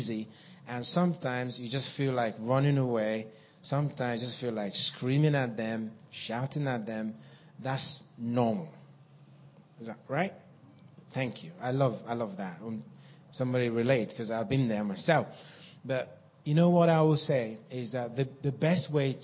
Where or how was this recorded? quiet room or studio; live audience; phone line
live audience